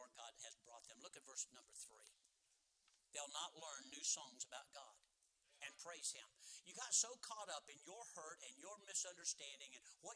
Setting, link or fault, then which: setting, large echoing room